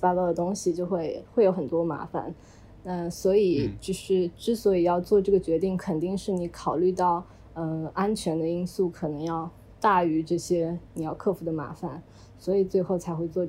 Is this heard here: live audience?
no